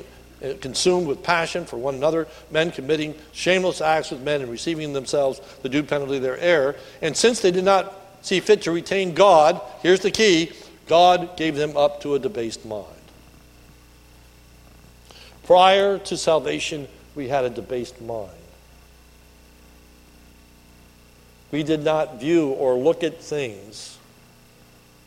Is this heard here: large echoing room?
yes